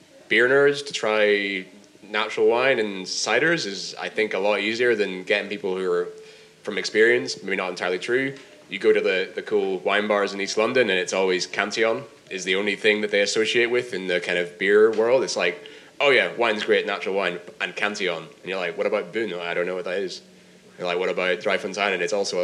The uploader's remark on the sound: In this panel discussion, recorded at FyneFest 2019.